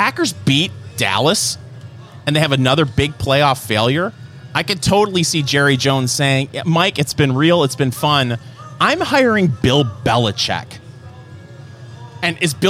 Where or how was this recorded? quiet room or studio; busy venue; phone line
busy venue